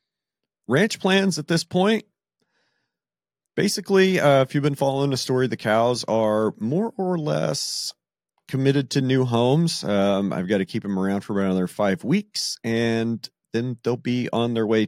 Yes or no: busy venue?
no